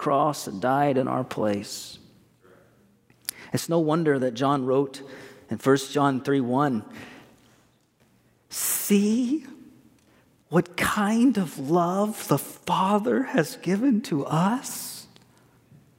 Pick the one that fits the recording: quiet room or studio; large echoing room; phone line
large echoing room